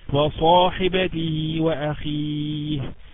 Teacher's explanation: الصاد في صاحبته أعلى درجات التفخيم، ليه؟ لأنها مفتوحة وبعدها ألف